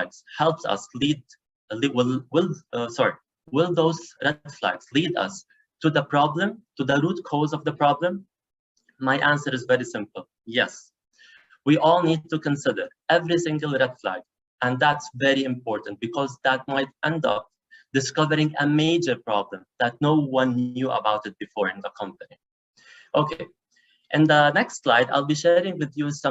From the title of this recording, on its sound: Live Webinar